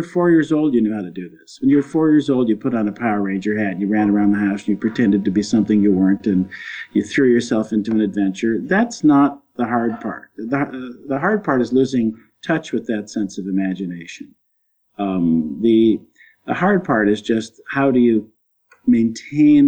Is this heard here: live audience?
no